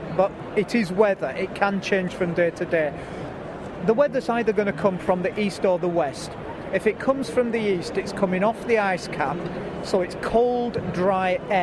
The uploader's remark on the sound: Part 2 from The Outdoors Show at the NEC